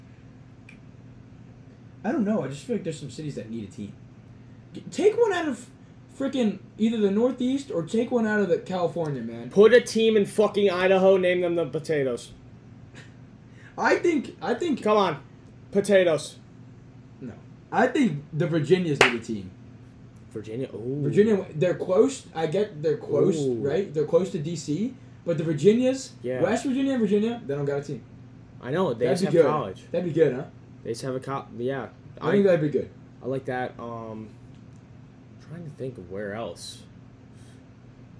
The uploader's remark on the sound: This episode was the first ever Live recording done over TikTok live.